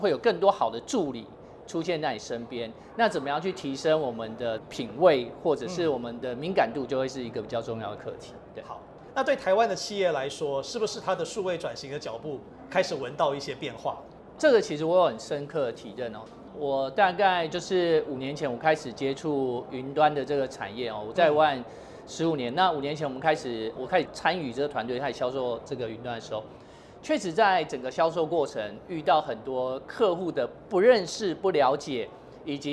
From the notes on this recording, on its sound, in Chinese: 把錄音室帶到AI EXPO Taiwan的展覽會場。